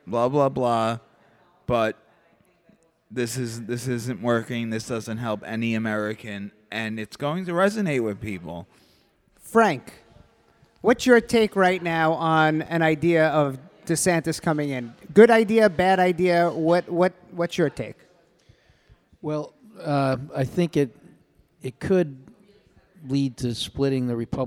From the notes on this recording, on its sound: This episode of "The Patriot Panel" was recorded LIVE in front of an audience at Castleton Corners Pub (Staten Island, New York).